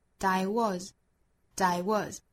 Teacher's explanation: the more amazed I was, amazed 跟 I 连读,I was, I was. W-A-S 尾部的 S 读浊辅音的 Z